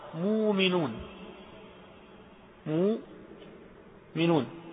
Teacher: وأو أصرح منها وأوضح: مؤمنون، مؤمنون، فقلبت أبدلت الهمزة واوا لأن الميم في مو مضمومة · Term: الإبدال